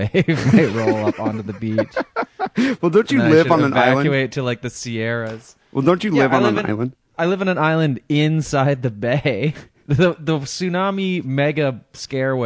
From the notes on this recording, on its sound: Phone calls and listerner email.